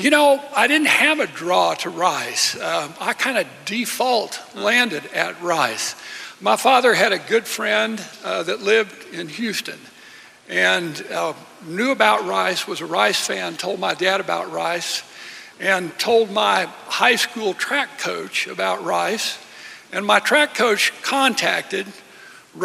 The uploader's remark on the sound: Highlights of inductees sharing their stories at the 2023 Southwest Conference Hall of Fame Induction Luncheon.